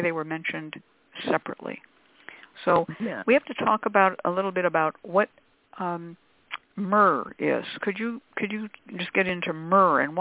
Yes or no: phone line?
yes